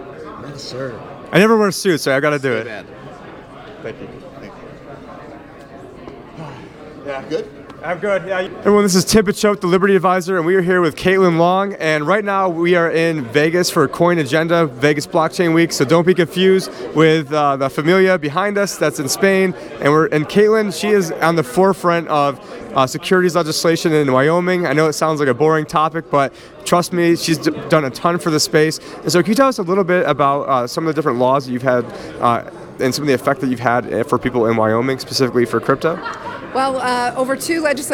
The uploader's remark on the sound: This is an episode that never aired. This is from the Coin Agenda Conference.